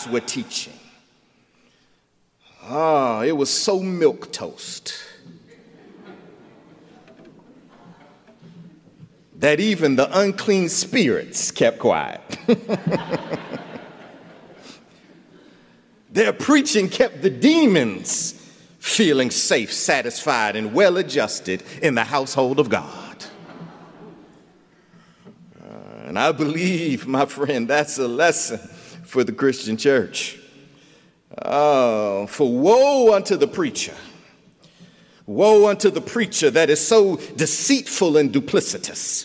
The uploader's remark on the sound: recorded January 12, 2020 at Myers Park Baptist